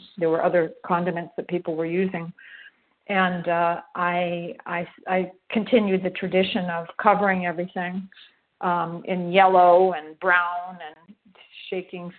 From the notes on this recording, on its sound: 100 Pounders Phone Meeting